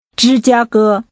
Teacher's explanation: Using three high tones, say Chicago.